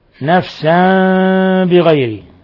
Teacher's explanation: حيث قلبنا النون الساكنة ميما مخفى · Term: إقلاب